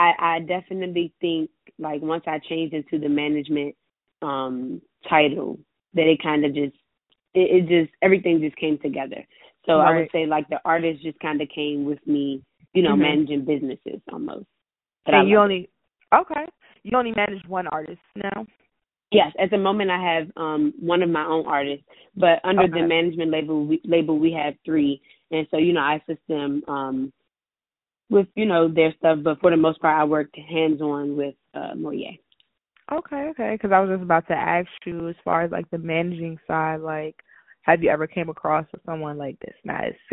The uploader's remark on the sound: On the Phone